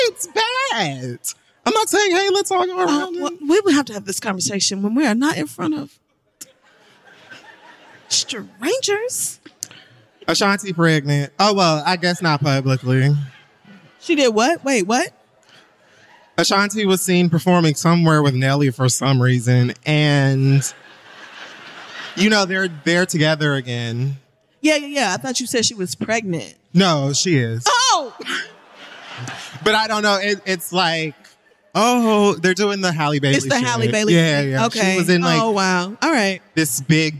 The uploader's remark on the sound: 11th Anniversary Live Show - Live From The Beacon Theater